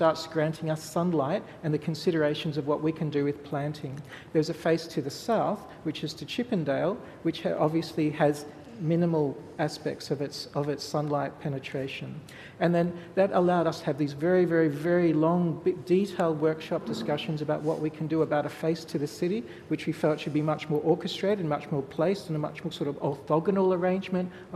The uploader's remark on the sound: SAF2016 Central Park Chats. Recorded at the 2016 Sydney Architecture Festival at Central Park.